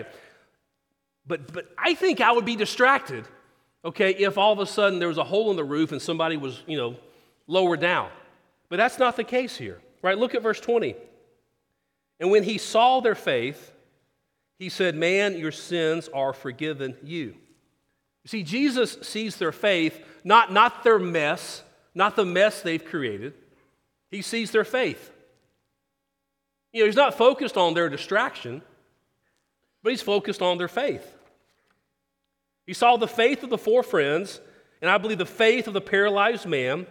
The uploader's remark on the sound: Sermon. Christ Presbyterian Church in Houston, TX.